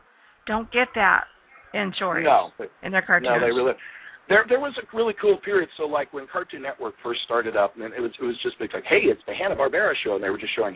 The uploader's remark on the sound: Escape the Grind: Live from LoFi Coffeehouse. Broadcasting LIVE from LoFi Coffeehouse, in Mesa, Arizona this Sunday.